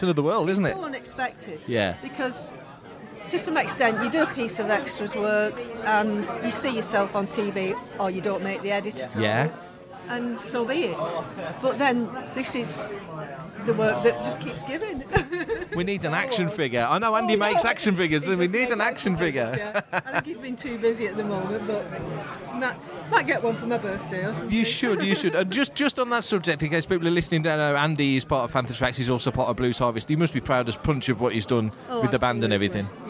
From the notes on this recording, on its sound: It's a LIVE one. Walk the halls of Star Wars Fan Fun Day 2023 at Ewood Park in Blackburn, taking in the sights and sounds.